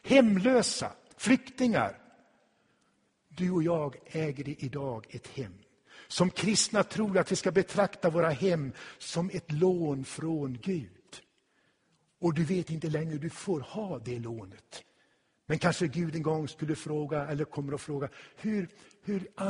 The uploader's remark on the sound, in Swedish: Inspelad i Tabernaklet i Göteborg 2016-10-09.